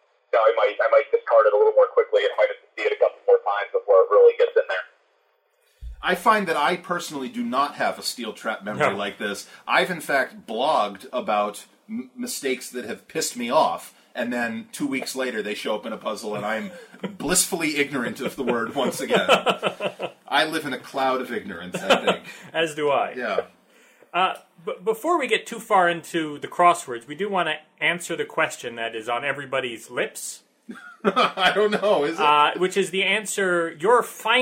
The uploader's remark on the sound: It’s a tough-to-hear interview. It’s worth struggling through the bad audio.